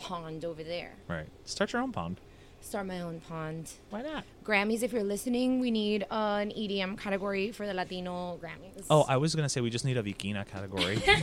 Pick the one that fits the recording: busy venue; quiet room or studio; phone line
busy venue